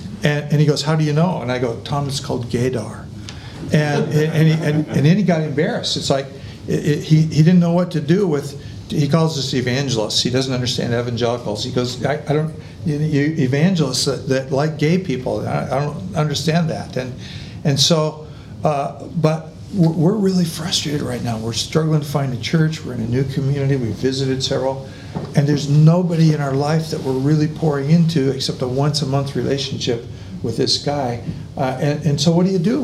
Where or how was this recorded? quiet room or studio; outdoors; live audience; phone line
live audience